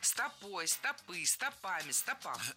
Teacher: Это слово всегда имеет ударение на окончании во всех формах.